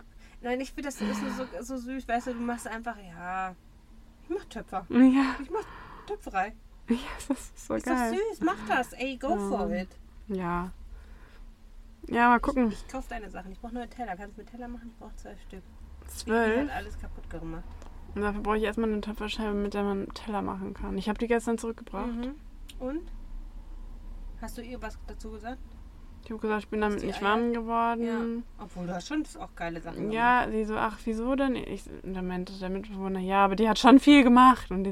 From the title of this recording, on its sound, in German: Unausgewogener Sound live aus Wilma